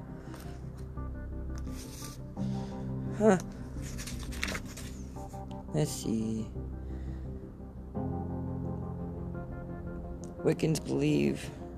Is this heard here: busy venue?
no